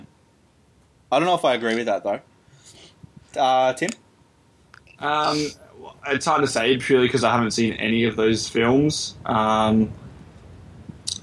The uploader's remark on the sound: Apologies for the futuristic sounding voices of the crew, we had some feedback coming through